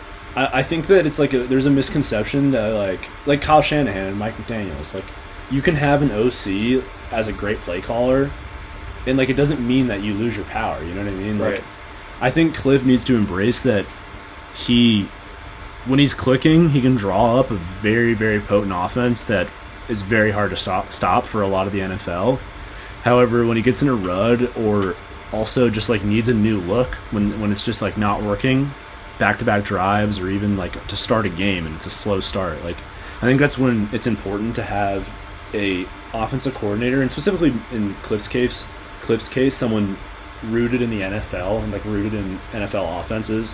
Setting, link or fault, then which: fault, background noise